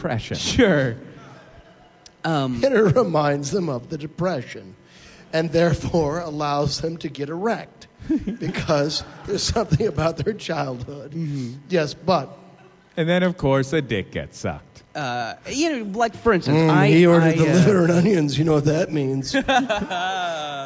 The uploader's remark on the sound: are live in Portland